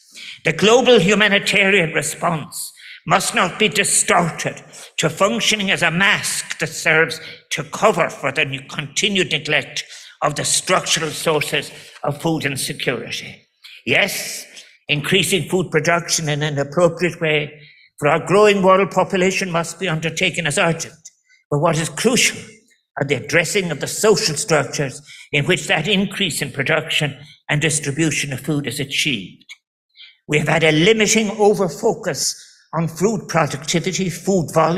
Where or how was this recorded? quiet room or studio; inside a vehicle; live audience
live audience